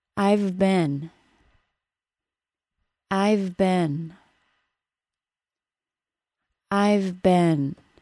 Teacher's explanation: You would have a very hard time saying the sentence, "I've been practicing." Did you hear the link between the words "I've" and "been"? There should be no break in sound between the words and no added vowel sound either.